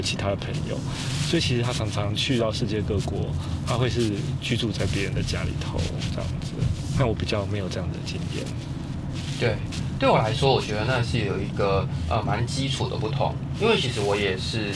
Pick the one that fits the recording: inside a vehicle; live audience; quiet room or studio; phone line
inside a vehicle